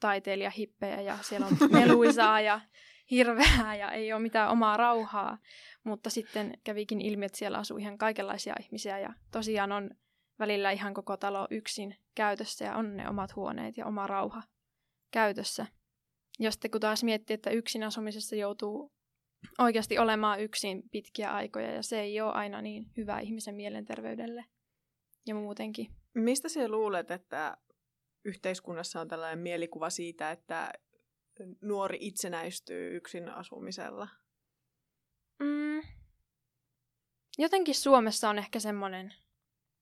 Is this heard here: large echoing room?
no